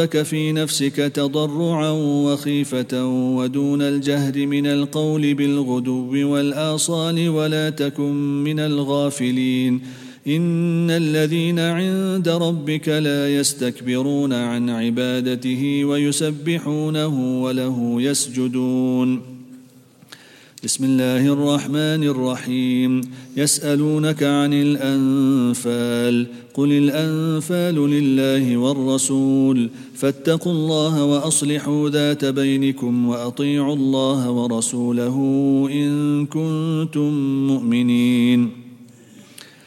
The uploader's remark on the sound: at the Houghton Masjid (West Street)